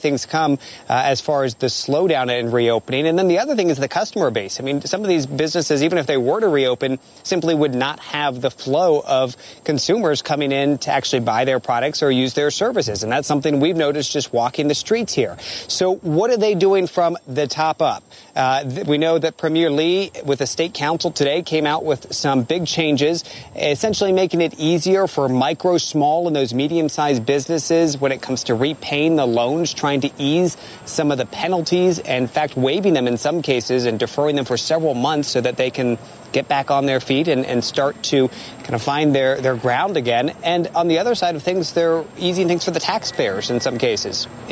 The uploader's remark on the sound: live from the New York Stock Exchange